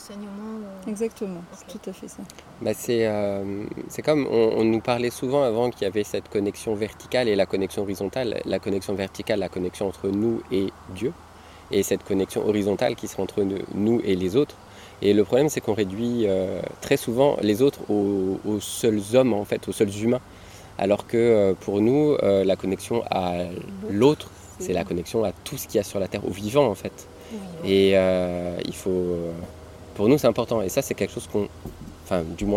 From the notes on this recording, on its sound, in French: enregistrement en plein air au bord de la rivière Drôme